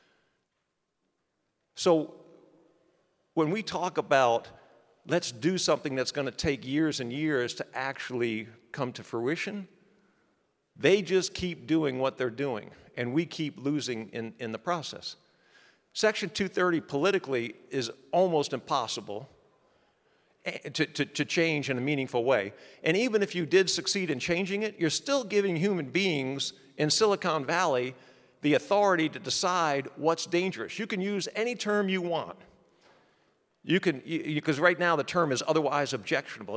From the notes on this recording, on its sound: NatCon 3 Miami. Address at the Miami National Conservatism Conference.